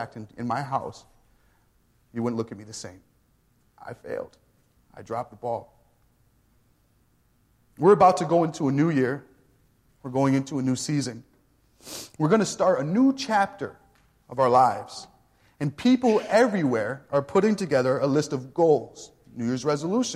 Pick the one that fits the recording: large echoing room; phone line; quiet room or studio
large echoing room